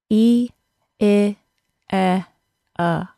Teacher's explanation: So I can compare the four sounds by starting with my tongue high, then lowering it some more, and lowering it yet again. Long E, short I, short E, and short U for schwa.